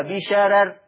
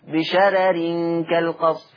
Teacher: الراء الأولى والثانية مرققة وصلا ووقفا، الراء الأولى والثانية مرققة وصلا ووقفا، بشرر في الوقف، بشرر كالقصر في الوصل، هكذا انتهى باب الراء عند ورش.